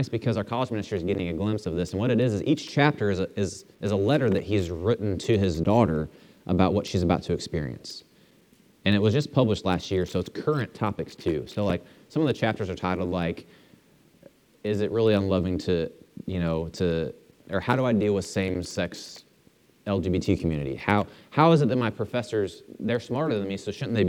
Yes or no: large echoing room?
yes